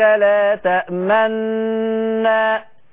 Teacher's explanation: الاشمام اللي هو الاشارة بالشفة